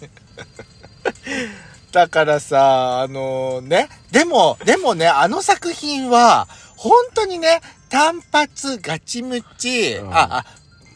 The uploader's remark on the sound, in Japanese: 2人組。パーキング収録。